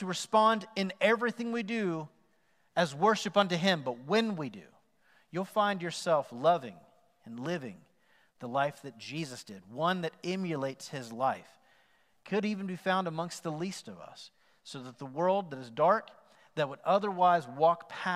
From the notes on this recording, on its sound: Recorded live on November 8, 2020 at The Fellowship at Mt Juliet.